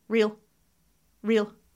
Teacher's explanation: There's no schwa in there.